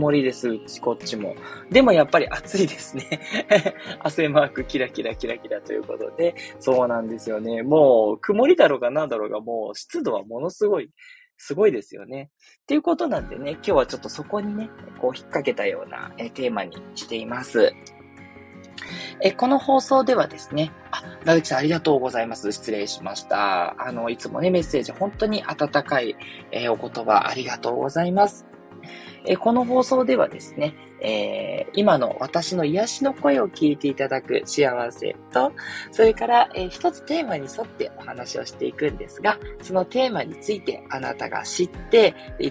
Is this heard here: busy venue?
no